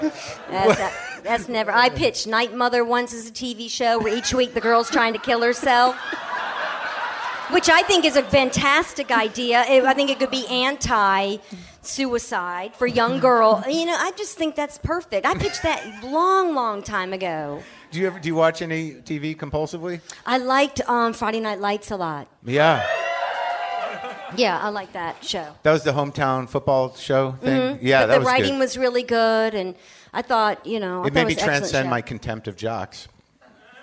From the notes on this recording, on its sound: Recorded at The Bell House in Brooklyn.